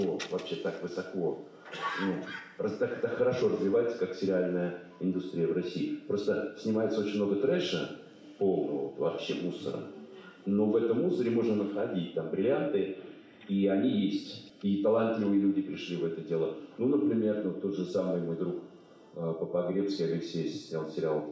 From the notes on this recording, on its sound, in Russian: Беседа со зрителями после показа фильма "Большой" в Доме культуры "Ясная Поляна".